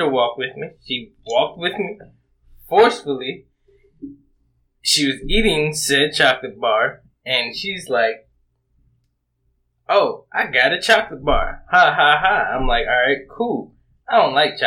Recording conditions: poor sound quality